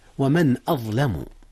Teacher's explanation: أظهرت النون قبل الهمزة، إذ الهمزة من أحرف الحلق ومن أحرف الإظهار